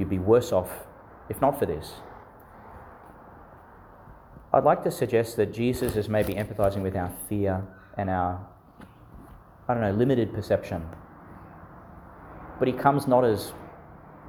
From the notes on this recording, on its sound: Homily for the Twentieth Sunday in Ordinary Time, delivered in St Peter Chanel Church, Miriam Vale, Qld.